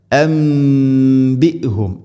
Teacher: നൂന് സാക്കിനയ്ക്ക് ശേഷം ബാ വന്നാൽ നൂനിനെ മീമാക്കി മാറ്റണം. ഇഖ്ലാബ് എന്നാണ് അതിന് പറയുക.